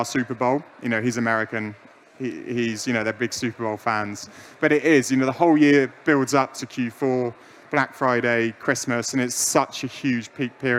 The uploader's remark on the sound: LIVE from the Tipser pyramid stage at PI LIVE London 2021